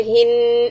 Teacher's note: we have a lot of noon shadda in hin, and if you are going to stop there, we will say hin and hold the sound